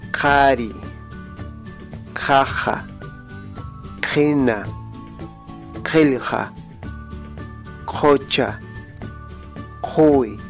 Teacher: Este sonido, llamado en la fonología oclusiva postvelar sorda, no tiene un equivalente en castellano